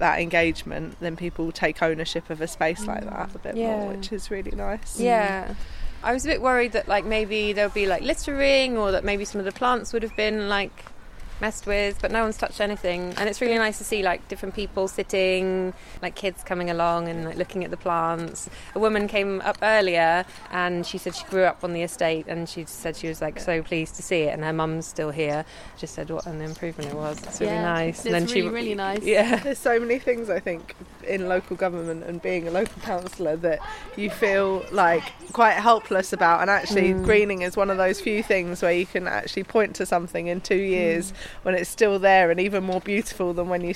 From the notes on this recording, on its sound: recordings from her giant planters project, during two weeks of construction and two community planting days